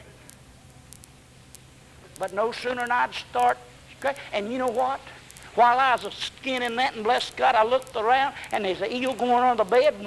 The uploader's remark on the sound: preached this in 1978 on a Sunday night at White Plains Baptist Church